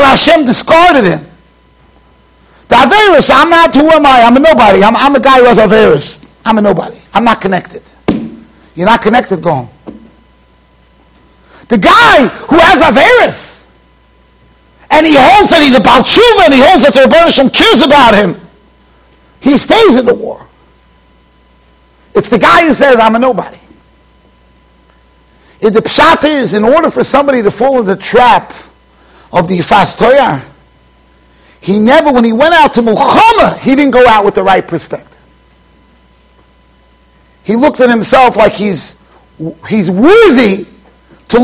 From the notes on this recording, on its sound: Shiur recorded in Yeshivas Ohr Reuven, Monsey NY.